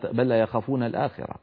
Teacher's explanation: بلى هذا إدغام متماثلين، بلى بلى يخافون الآخرة، أدغمنا اللام في اللام